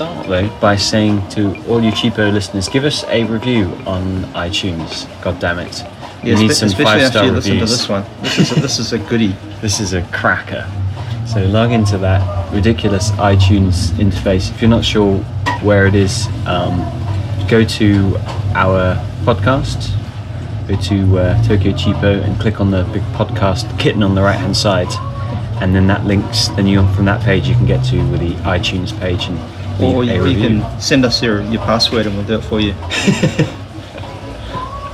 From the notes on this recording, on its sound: On location this week from the Boroichi Flea Market in Tokyo. Scramble around Tokyo’s oldest flea market (dating back hundreds of years!).